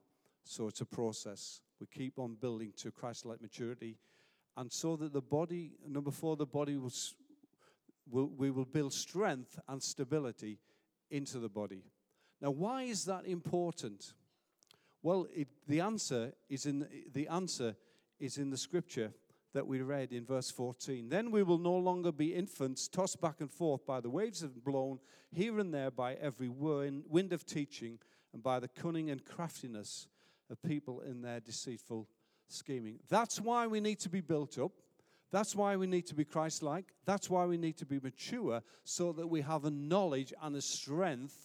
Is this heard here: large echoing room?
yes